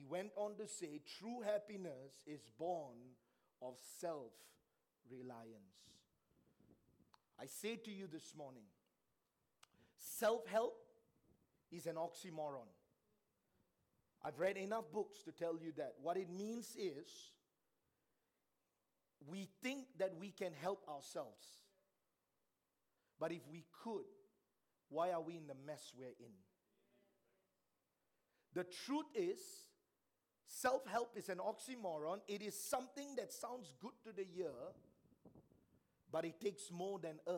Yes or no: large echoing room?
yes